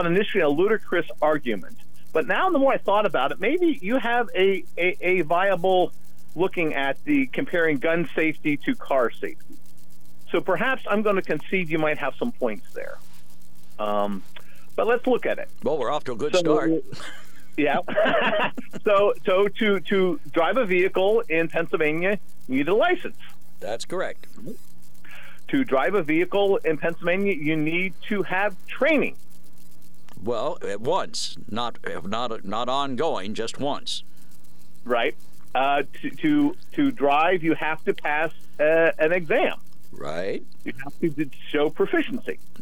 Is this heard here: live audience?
no